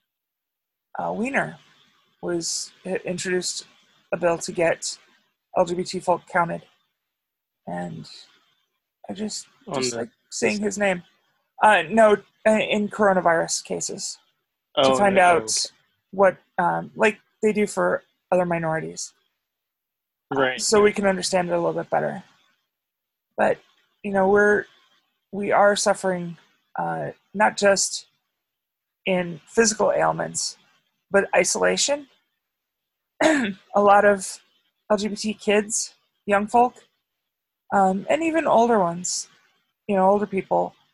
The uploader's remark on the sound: Zoom Edition.